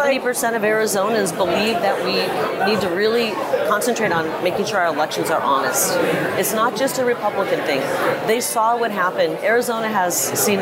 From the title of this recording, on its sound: Battleground LIVE from CPAC